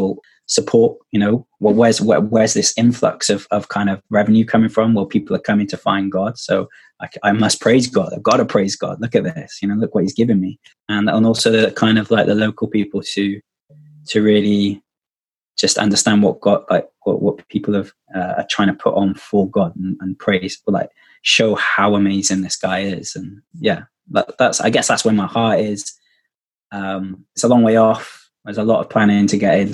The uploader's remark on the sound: Wales is currently in a national lockdown and we've had to go back to recording on Zoom, which means audio quality leaves a lot to be desired.